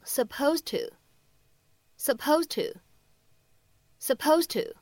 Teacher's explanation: 而整段话末尾的 supposed to 放在一起呢，我们可以有一个非常典型的失去爆破